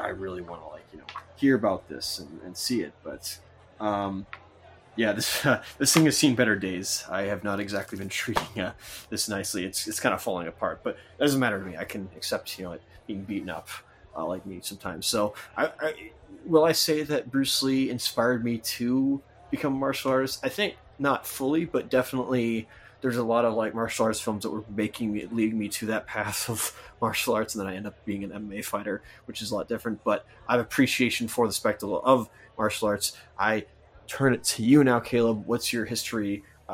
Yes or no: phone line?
no